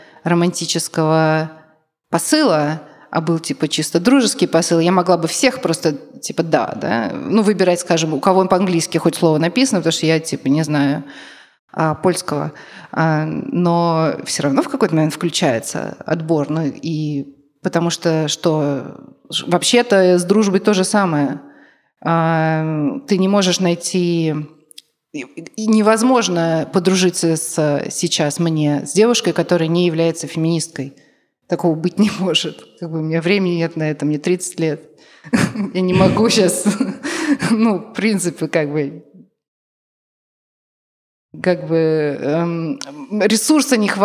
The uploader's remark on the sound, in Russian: Этот лайв записан в Казани, в Центре современной культуры «Смена». Мы сделали большую ошибку — не поставили микрофон в зал.